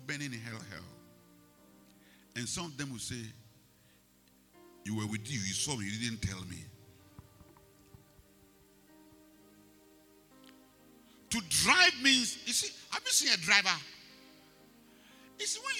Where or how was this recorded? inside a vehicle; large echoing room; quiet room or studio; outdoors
large echoing room